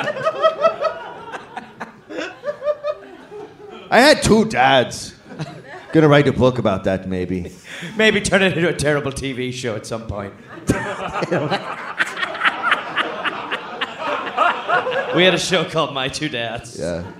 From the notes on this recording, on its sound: Live in Australia. Live in Canberra, Australia.